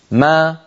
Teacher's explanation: فبتباعد الشفتين خرجت الميم وبتباعد الفكين خرجت فتحتها